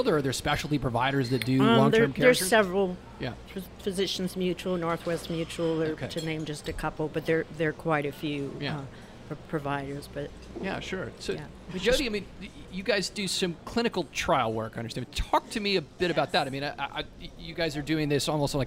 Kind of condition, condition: setting, busy venue